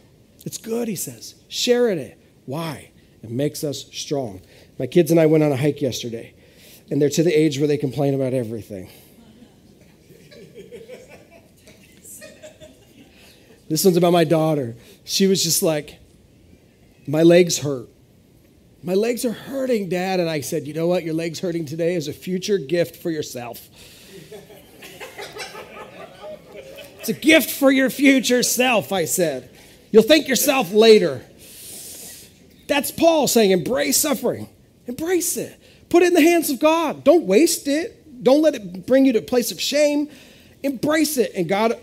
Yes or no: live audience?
yes